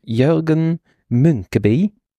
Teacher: das U wird Ü gesprochen, also Jürgen Münkeby.